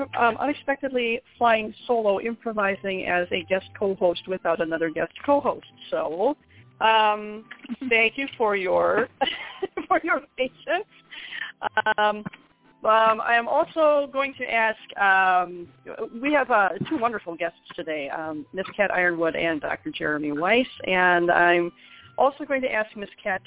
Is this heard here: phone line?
yes